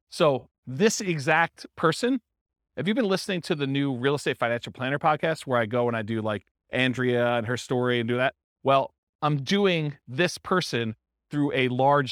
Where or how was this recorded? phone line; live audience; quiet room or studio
live audience